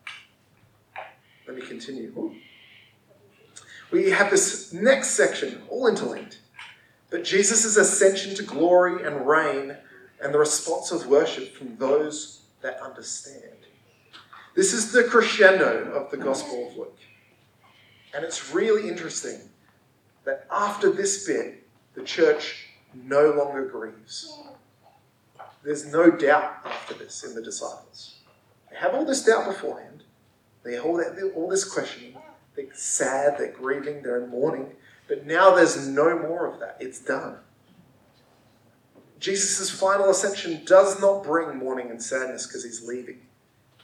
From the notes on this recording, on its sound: Audio is not to usual quality this week. We are still developing the system to fit our new location.